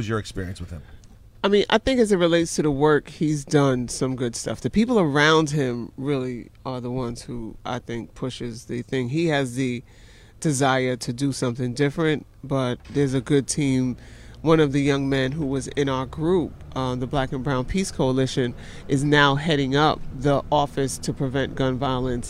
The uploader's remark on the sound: Live from the Peacemobile. Joins the program live from her Peace Mobile!